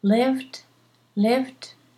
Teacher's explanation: lived is with a D, but you can say T